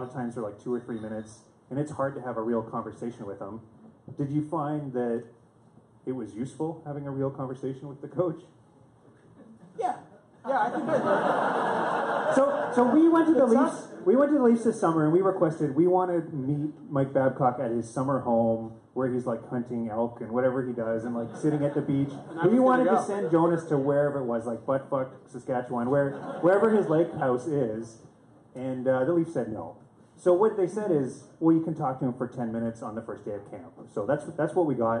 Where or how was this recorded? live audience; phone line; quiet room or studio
live audience